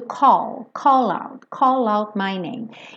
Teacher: Esse call, ele tem esse A, mas ele não é call, call É quase um O com acento agudo.